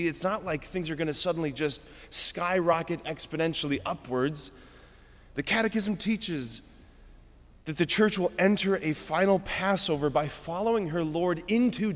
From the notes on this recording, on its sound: preached this homily on February 28, 2024 at Sacred Heart of Jesus Catholic Church in Wadsworth, OH.